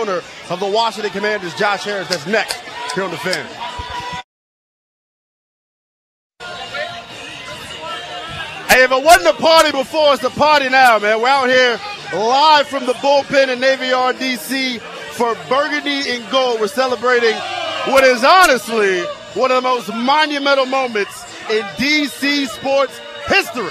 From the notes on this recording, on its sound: Live from the Burgundy & Sold Party.